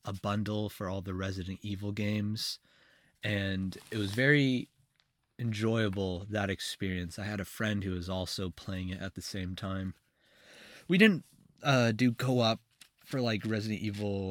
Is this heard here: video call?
no